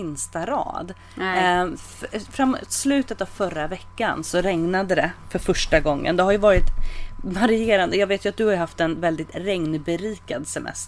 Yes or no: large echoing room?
no